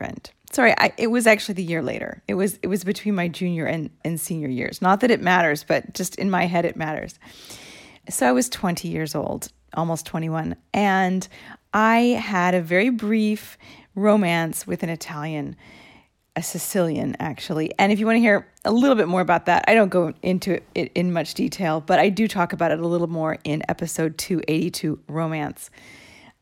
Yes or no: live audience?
no